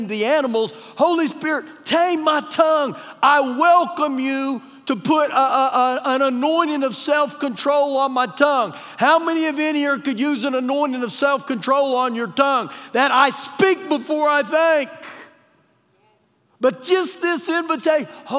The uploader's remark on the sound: Recorded live during our Sunday morning service